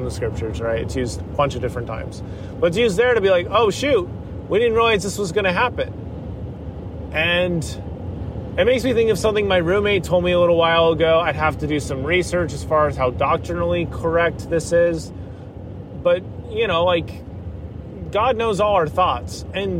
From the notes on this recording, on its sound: This was recorded while driving through Tennessee. There may be the sounds of cars and driving and that is 100% intended haha.